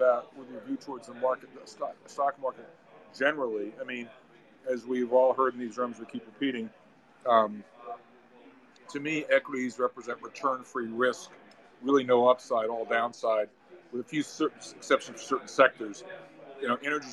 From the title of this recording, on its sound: Live from Sally’s Apizza